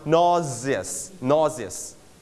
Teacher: So this word, we have two ways of pronunciations. In British, they pronounce S as a Z, voice out.